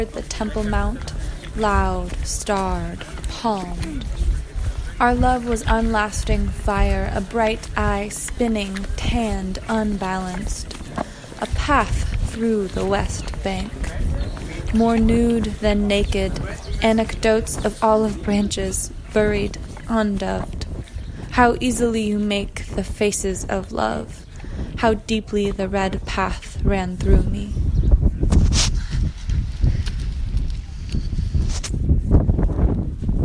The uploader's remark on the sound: A collection of sounds and poems (written by me) from my trip to Israel and Palestine March of 2018. The recording begins with one of our tour guides singing in a cistern at Masada, moves to the refugee camp in Bethlehem, and from there consists of a combination of sounds from Yad Vashem, Jerusalem, Hebron, Mahane Yehuda Market, and several other locations throughout Israel and Palestine.